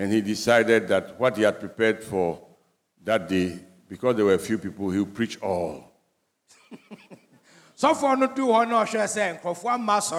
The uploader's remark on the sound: Sermon preached at CBC Shiashie Campus